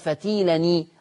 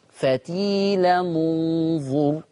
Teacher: إذا جاء التنوين ورا منه همزة وصل، انت ضمتها لما بدأت زي ما بدأت بأنظر، ضم التنوين · Shown in: second take · فتقول فتيلنو، فتيلننظر، ما تقولش بقى فتيلني.